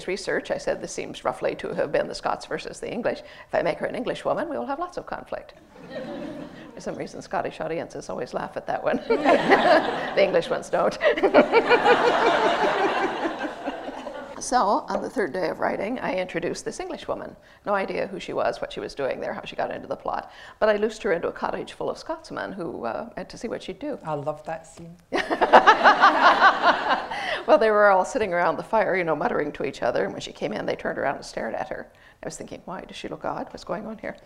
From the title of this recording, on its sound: in conversation at the National Museum of Scotland